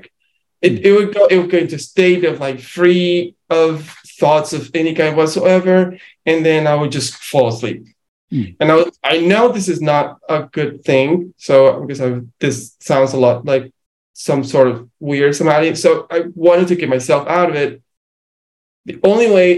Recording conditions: video call